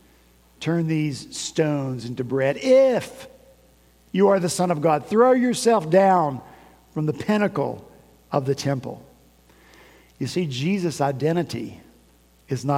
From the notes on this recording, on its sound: At Redeemer Presbyterian Church in Charleston, SC